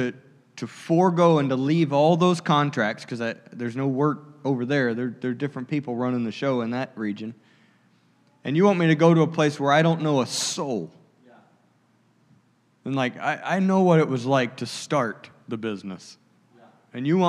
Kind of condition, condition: setting, large echoing room